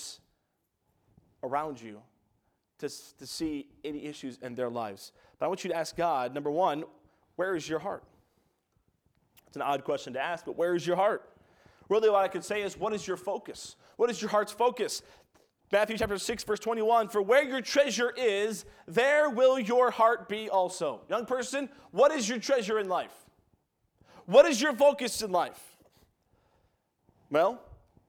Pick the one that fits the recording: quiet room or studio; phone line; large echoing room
large echoing room